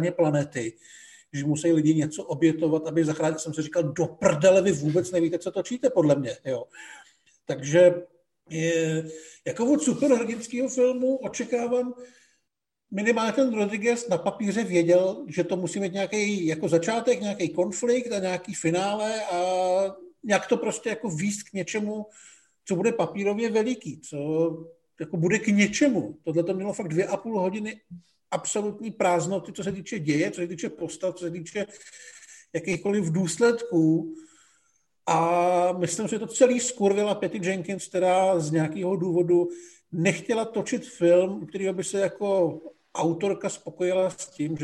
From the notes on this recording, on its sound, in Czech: díle opět zoomujeme, tak uvidíme, jak dlouho nám to v roce 2021 vydrží.